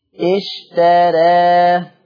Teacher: الالف قللت والراء مرققه